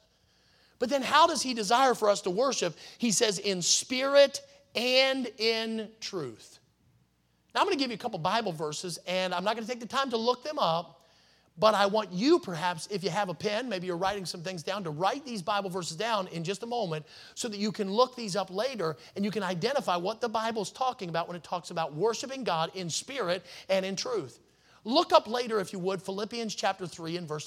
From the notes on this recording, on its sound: in the Sunday Morning Service on June 4, 2023, at Victory Baptist Church in Boonsboro, Maryland.